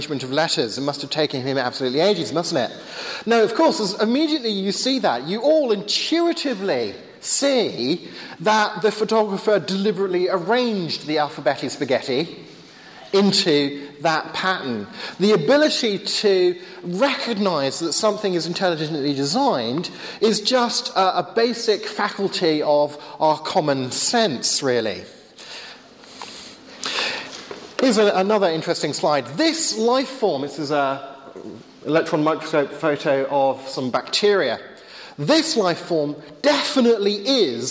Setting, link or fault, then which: setting, live audience